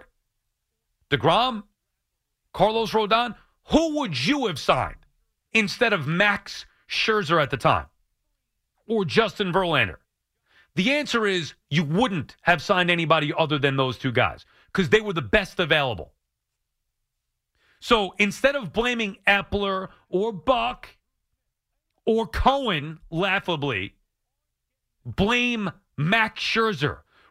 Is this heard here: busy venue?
no